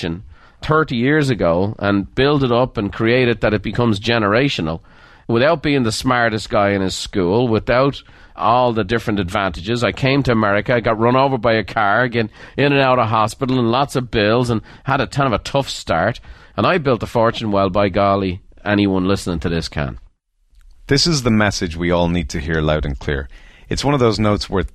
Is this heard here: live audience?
no